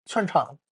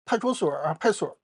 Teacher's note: 三个字的词，它会把中间的字儿啊给你吃掉啊